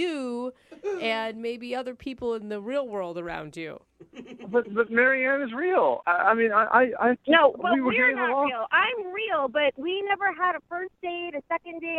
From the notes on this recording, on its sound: In fact he’s so excited to be on the phone with the morning show it seems like he barely he even cares about the date he went on!